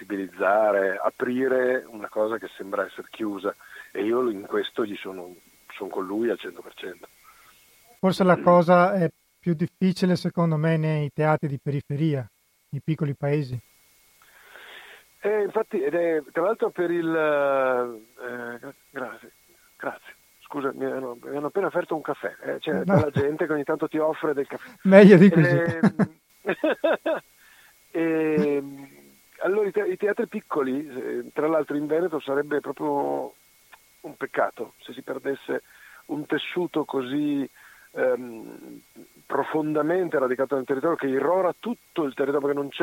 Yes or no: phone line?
yes